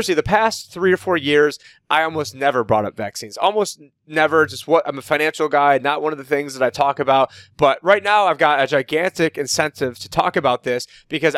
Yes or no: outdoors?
no